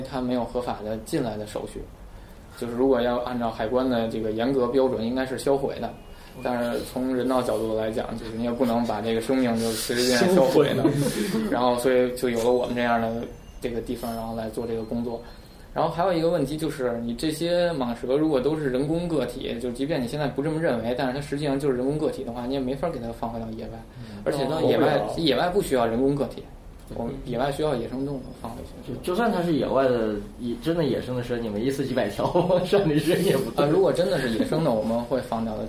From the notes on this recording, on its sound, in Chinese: 本期节目为在张大妈办公区用录音笔录制，可能有街道上的杂音，请见谅。